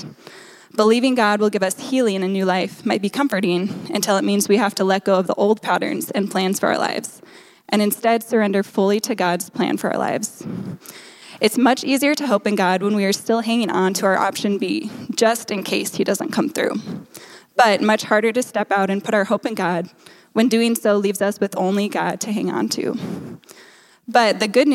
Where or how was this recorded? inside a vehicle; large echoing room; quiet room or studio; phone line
large echoing room